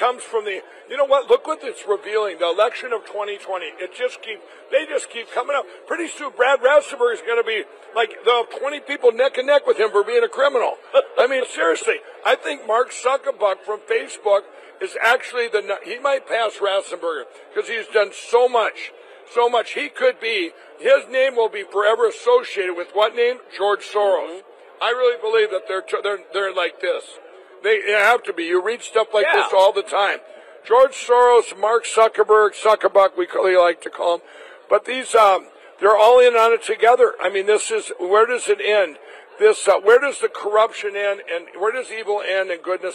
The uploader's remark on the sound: Live From CPAC